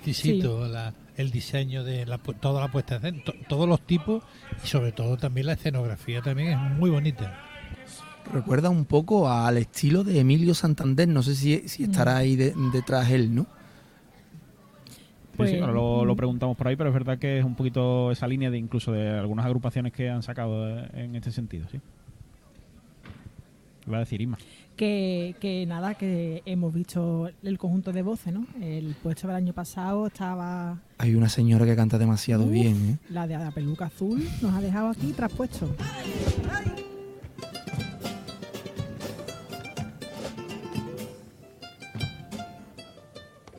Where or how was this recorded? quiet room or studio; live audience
live audience